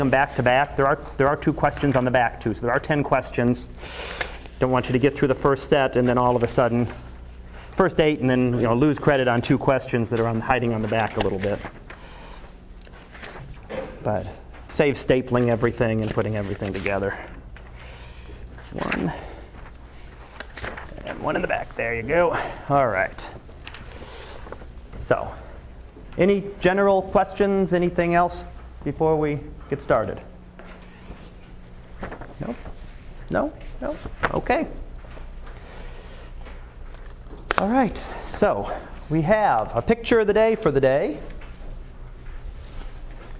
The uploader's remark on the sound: Live Class Lecture